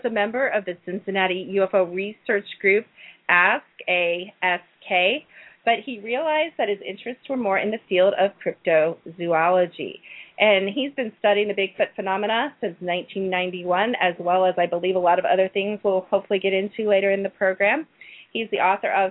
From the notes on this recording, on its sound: Take your questions and LIVE calls.